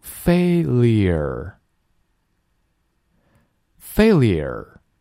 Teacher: 下面 failure, fail 第一音节重读